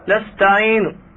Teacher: يجب الاتيان بجزء من الحركة وهي الضمة الأصلية المحذوفة · Term: الروم